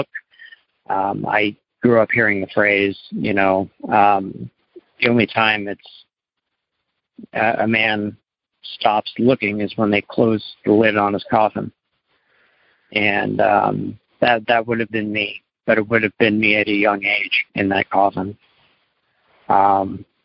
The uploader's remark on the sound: Maine - Monday Noon Phone Speaker Series.